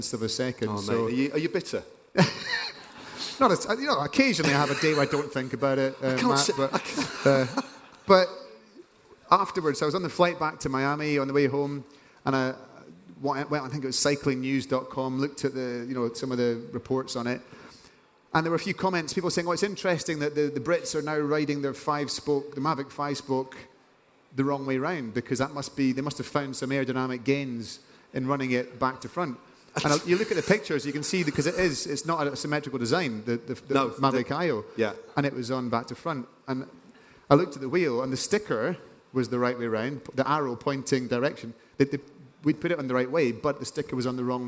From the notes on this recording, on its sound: In this interview recorded on stage at Rouleur Live 2023.